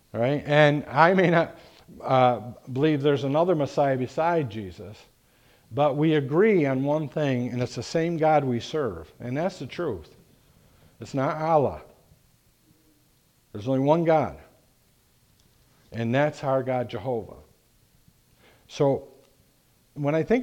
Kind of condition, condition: setting, large echoing room